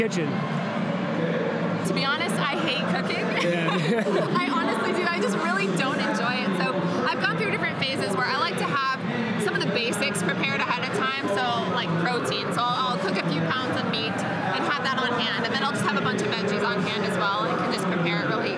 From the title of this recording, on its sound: Live From Strong New York